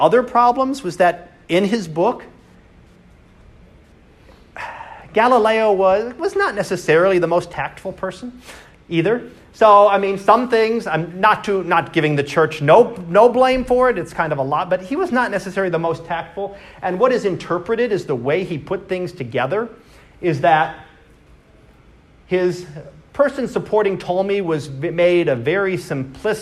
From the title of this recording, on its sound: Live Class Lecture